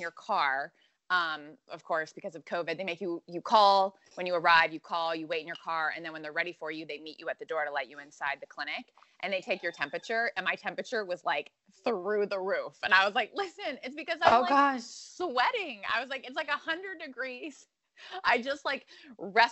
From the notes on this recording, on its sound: Have a coffee date…via Skype. AnchorMOMS: The Podcast is a product of WLOS News 13 of Asheville, N.C.